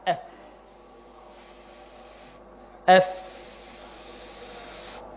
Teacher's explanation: طرف السنان اللي فوق مع بطن الشفة اللي تحت · Term: مخرج الفاء